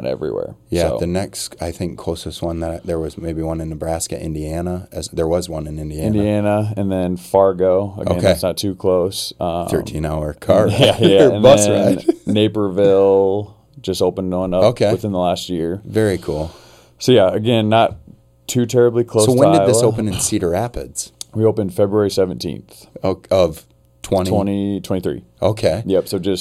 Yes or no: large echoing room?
no